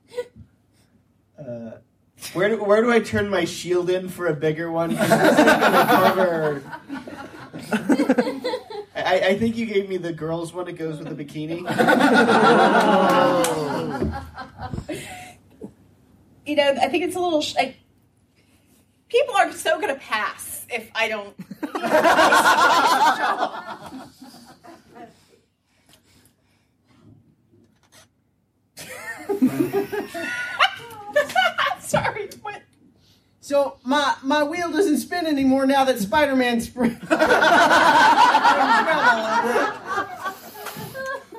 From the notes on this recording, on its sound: Balticon Bonus Episode 2- Podcaster Improv. Featuring a recorded panel from Balticon 49.